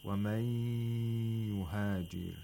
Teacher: In the phrase مَنْ يُهَاجِرْ، we have a idgham, an idgham of nun sakina into one of the letters of يَرْمَلُون، which is ya. Therefore the nun sakina is not pronounced, instead the ya becomes mushaddad and also nasalized, because it is one of the letters of إِضْغَامْ مَعَ الْغُنَّةِ.